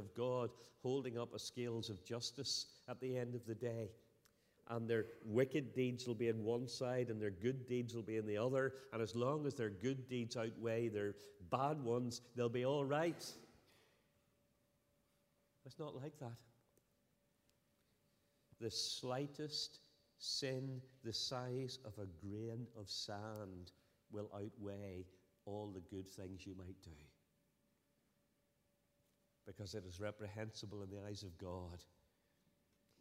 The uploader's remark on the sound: Sunday 8th October 2023 evening service